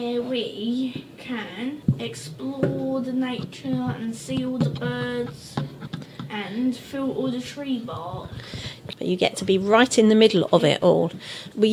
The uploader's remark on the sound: The children are the sound engineers and therefore the volume fluctuates!